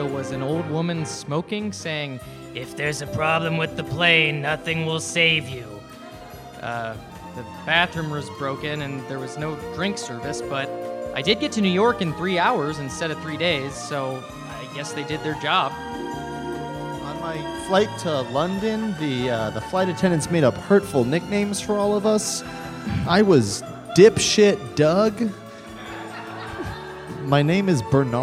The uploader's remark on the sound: Recorded live at UCB's Inner Sanctum.